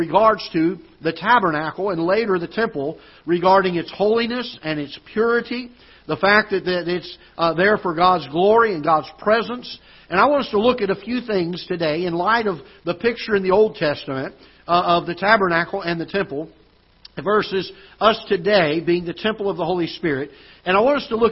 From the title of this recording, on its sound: Ketha Heights Baptist Church ~ Live Broadcast